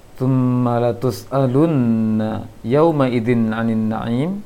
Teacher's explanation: tasydid nunnya yang ditahan lama, namun untuk harokat fathahnya tidak ditahan, tidak dipanjangkan.